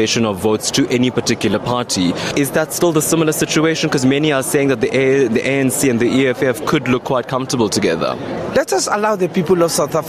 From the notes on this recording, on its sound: LIVE from the IEC Nerve Centre in Pretoria.